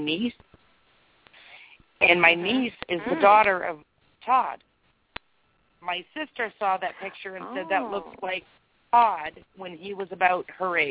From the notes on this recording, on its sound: This is a live call in show